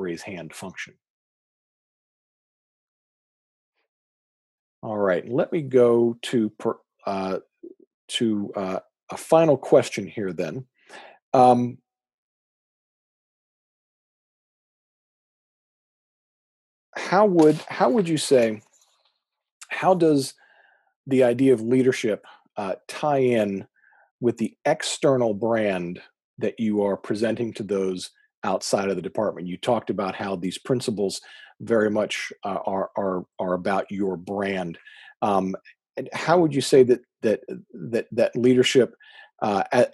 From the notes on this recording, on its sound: joined me for a small college AD Zoom conversation